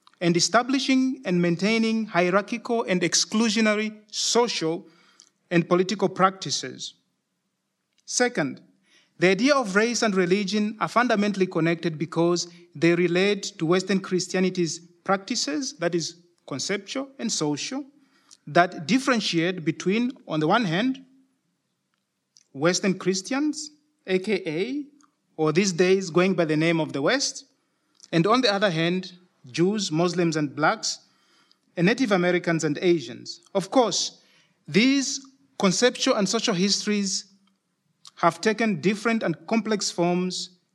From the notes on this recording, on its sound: Denkwerk Festival Lecture and conversation. De Lindenberg.